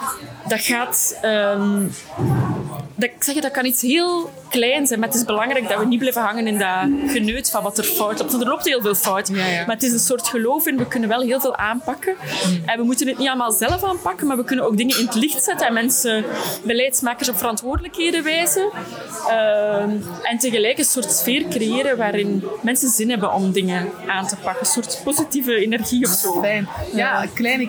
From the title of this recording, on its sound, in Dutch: Mini-interviews op het Festival van de Gelijkheid